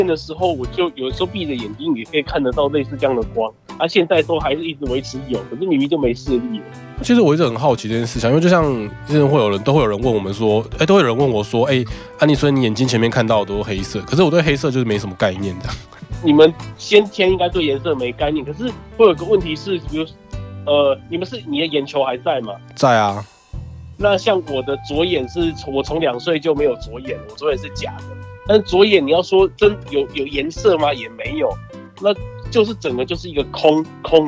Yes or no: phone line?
yes